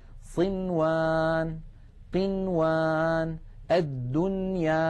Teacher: بنون مظهرة لا زيادة للغنة فيها